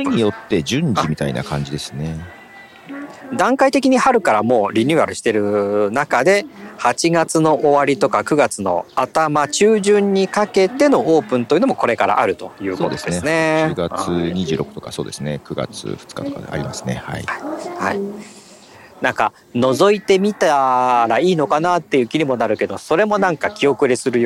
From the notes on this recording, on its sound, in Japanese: 高校野球の実況現場から。蝉の鳴き声が聞こえますね。